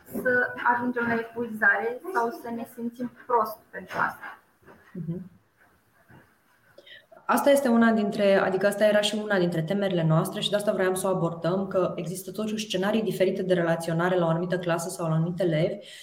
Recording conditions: video call